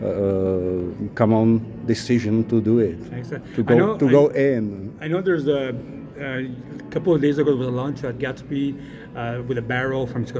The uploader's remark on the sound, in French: au Ontario Craft Brewers Conference & Suppliers Marketplace